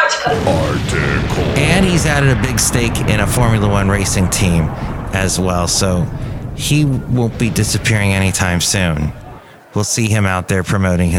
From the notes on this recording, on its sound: podcasts live from Café Anyway